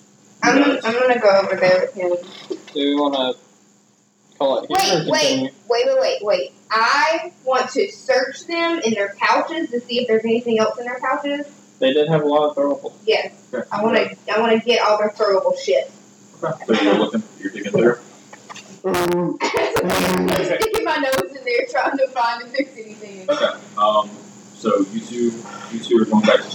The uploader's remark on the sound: Apologies about the audio quality on this episode and the one before it.